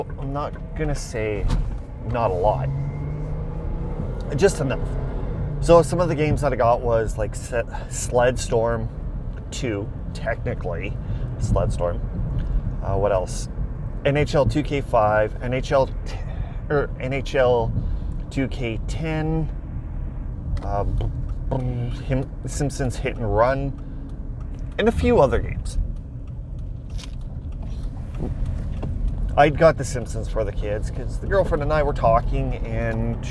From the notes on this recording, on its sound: Audio quality is not studio produced but rather produced in a moving mini van which decreases the quality. Every episode quality will vary from time to time as it depends on the equipment that is available as well as the outside weather. The weather could add extra wind noise to rain falling on the windshield to other vehicles driving by.